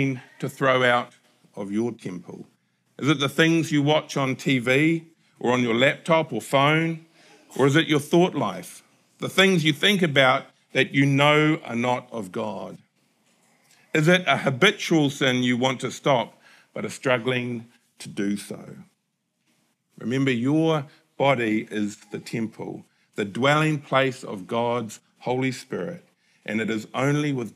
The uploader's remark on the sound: Recorded at the Hukanui Bible Church morning service on Sunday the 17th of December 2023 during the 10:00 am service.